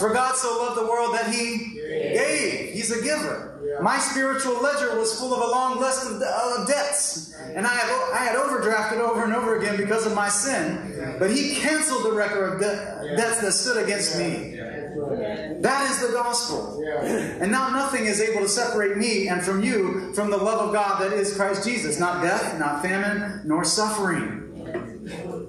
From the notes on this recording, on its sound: Lower quality audio was pulled from our live stream